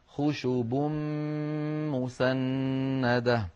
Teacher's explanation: خشب مسندة، خشب آخرها تنوين، خشب مسندة أولها ميم فقلب التنوين إلى ميم فالتقى في النطق ميمان فأدغمت الميم الأولى في الميم الثانية فصار خشب مسندة. · Term: الإدغام الكامل